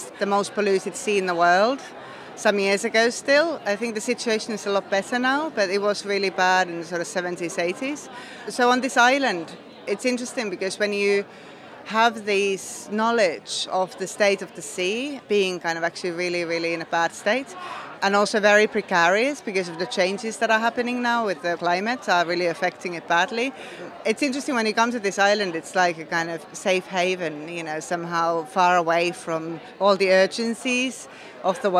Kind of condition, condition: setting, outdoors